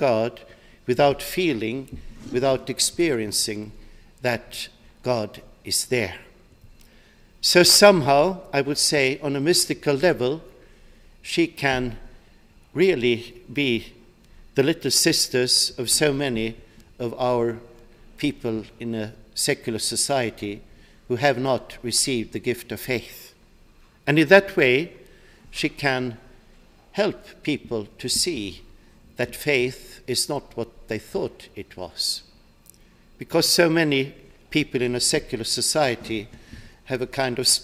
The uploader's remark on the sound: delivered this address on March 13, 2018 at the University of Chicago's Swift Hall.